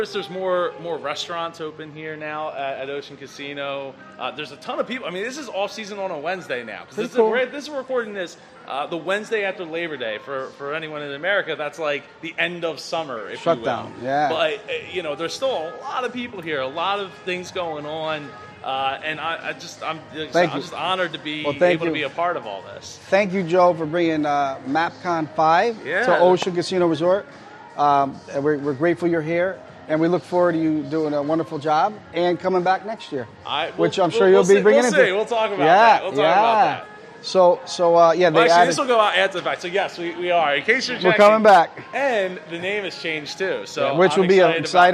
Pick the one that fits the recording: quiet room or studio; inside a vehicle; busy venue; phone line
busy venue